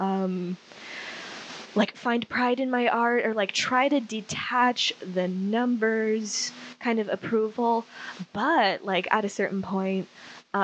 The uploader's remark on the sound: Apologies for the audio quality, we've been having all kinds of issues as of late, we'll fix it one day soon.